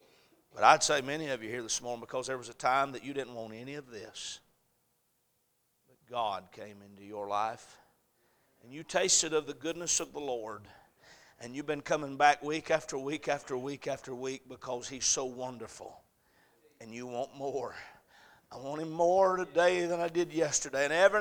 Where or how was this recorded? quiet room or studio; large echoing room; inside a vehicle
large echoing room